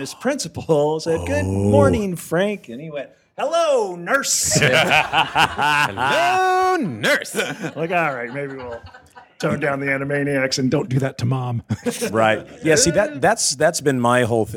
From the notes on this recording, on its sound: LIVE from Palm Springs Comic Con!